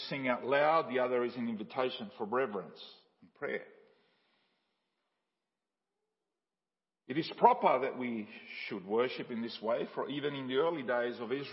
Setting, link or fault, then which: setting, large echoing room